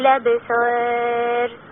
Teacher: ايوه، يبقى هنعمل نقل الأبصار، وهنا هعمل تقليل للالف. عارفه ليه هعمل تقليل للالف؟ عشان بعدها راء مكسورة